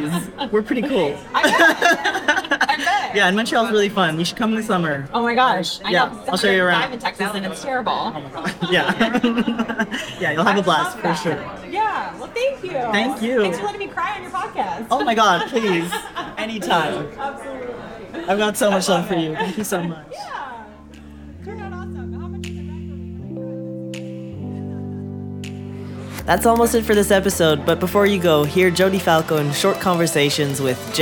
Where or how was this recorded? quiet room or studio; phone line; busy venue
busy venue